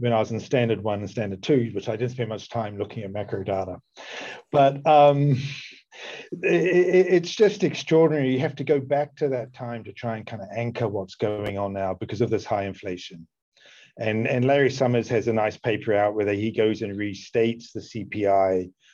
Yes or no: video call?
yes